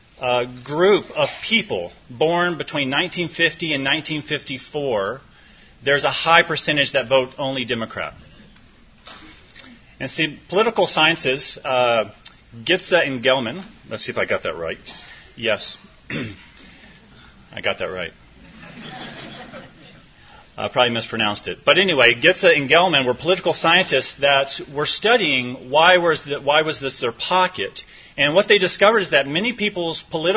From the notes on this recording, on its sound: This was recorded at the annual L'Abri Conference in Rochester, MN, USA in Feb, 2020, hosted by Rochester L'Abri. NOTE: This recording includes the Q&A afterwards.